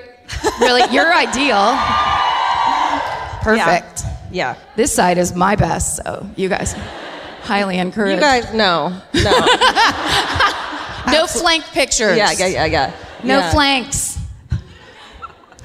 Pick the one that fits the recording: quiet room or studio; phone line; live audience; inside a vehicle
live audience